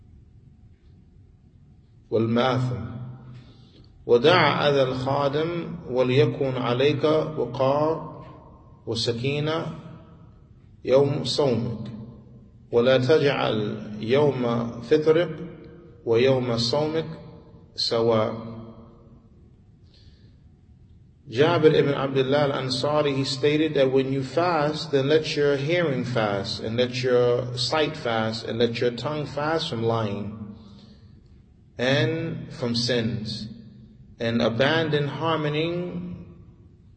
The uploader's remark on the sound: Lecture given at Masjid Nur Allah, Queens, NY